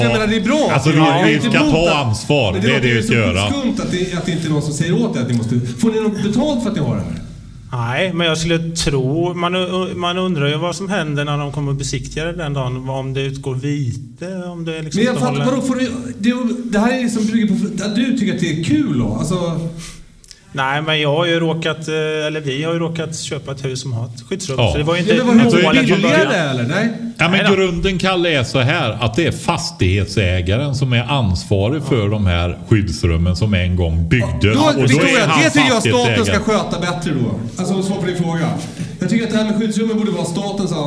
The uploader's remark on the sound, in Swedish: LIVEPODD från Fållnäs Gård. Vi firar avsnitt 100 med en äkta livepodd.